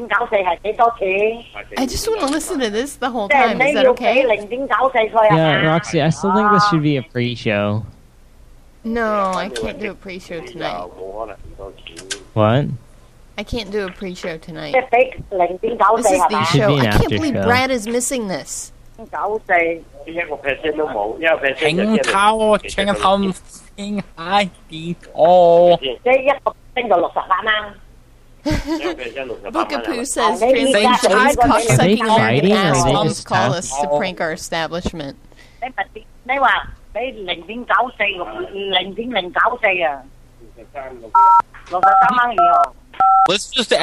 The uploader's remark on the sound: …'s Personal Prank Phone Calls Collection.